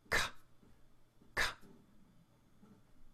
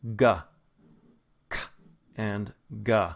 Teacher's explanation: this sound is made when the back of the tongue lifts up and touches right where the soft palate and the hard palate meet